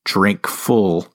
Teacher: a spondee, two stressed syllables back-to-back that force you to pay attention to what's being said